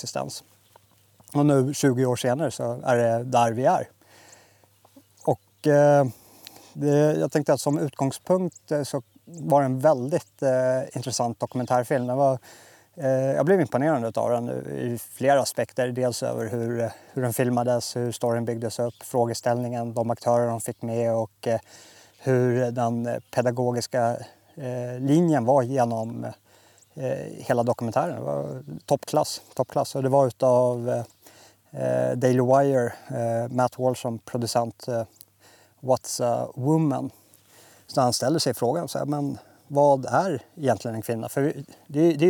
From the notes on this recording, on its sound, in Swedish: Befinner mig just nu i Krugerparken och arbetar med att skydda djurbeståndet från tjuvskyttar, och framförallt då noshörningarna. Bara 15 minuter efter att jag avslutade den här inspelningen såg det tomma fältet jag satt på ut såhär.